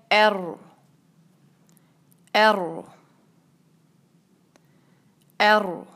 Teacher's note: رو کی آواز کو آپ دیکھیے گا کہ ہلکی سی اس میں تکرار ہوگی لیکن شدہ سے کم